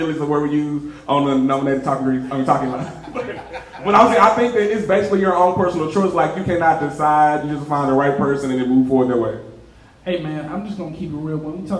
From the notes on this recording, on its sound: With a live show at Spinster Records. This is the live show!